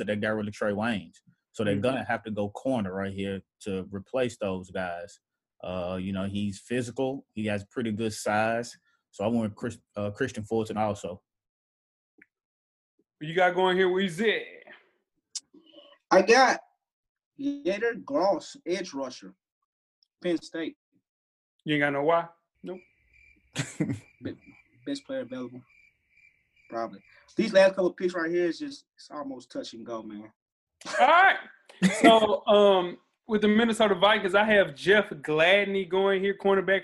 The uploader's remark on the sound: Our first virtual episode of the quarantine.